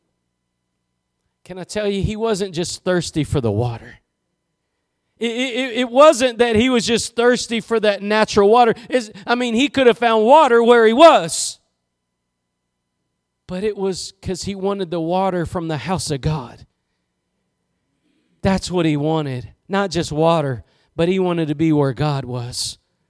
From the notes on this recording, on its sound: Preached at Gospel Lighthouse in Bossier City, La.